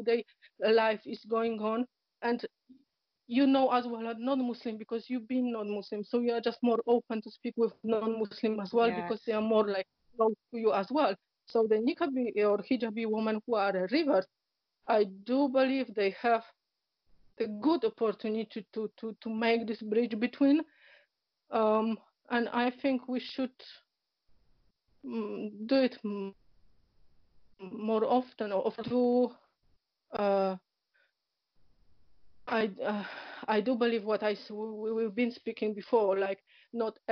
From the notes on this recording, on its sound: Apologies for the break up in sound they were due to poor internet connection.